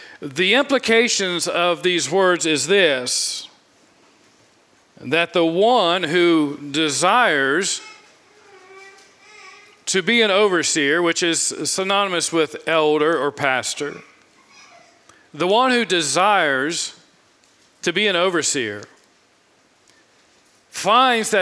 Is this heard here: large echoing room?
yes